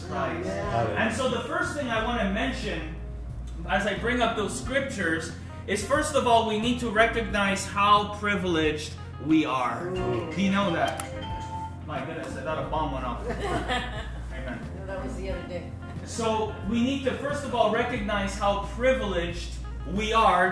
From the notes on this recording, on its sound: On this live Friday night at the cafe